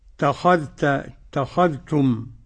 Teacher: إدغام الذال في التاء